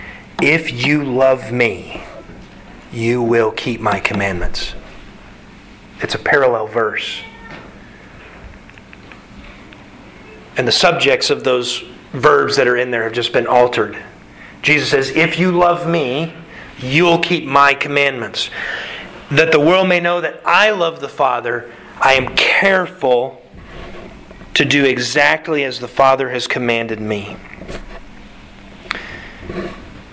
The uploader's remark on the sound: Sermon delivered to the Galena Bible Church